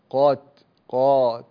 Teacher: تبقى القاف مفخمة وبعدها الألف تابعة له، فالألف تتبع ما قبلها تفخيما وترقيقا